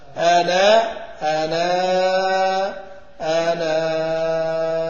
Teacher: هنحذف الهمزة ولنا فيها القصر والتوسط والإشباع. آناء آناء آناء، طيب، ولنا فيها التسهيل بين بين مع الرو.